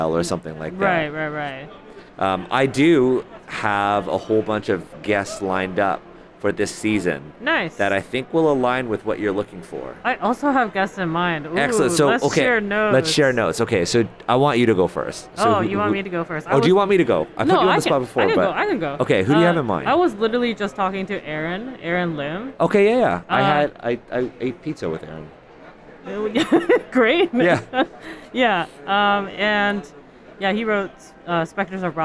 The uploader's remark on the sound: Live from Big Bad Con 2023. Enjoy this collection of live interviews. In San Francisco!